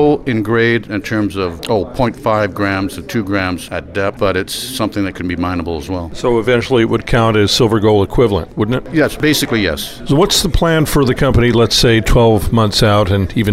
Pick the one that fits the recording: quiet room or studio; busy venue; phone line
busy venue